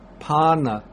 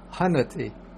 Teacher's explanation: the N with a dot under it is pronounced by making the N sound, but with the tongue against the roof of the mouth · Shown in: first take